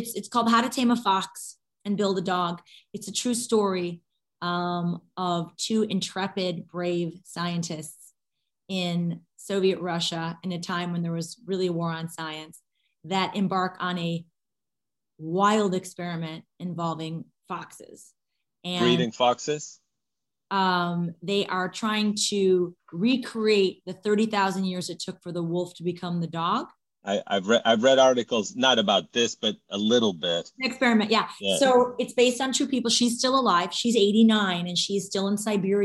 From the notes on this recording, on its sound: in a spoiler-filled virtual Q&A